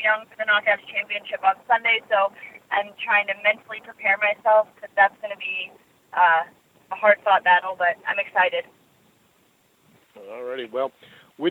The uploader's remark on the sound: Impact Wrestling's August 9, 2018 media call